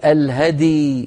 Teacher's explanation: هذه من الكلمات الصعبة جدا عند الوقف عليها، لأنه يجتمع في النطق ساكنان، الهدي هكذا، الهدي، نسكن الدال ونقلقلها ثم نسكن الياء ولا نقول الهدي، إذا قلنا الهدي نكون قد كسرنا الدال أو أملناها إلى الكسر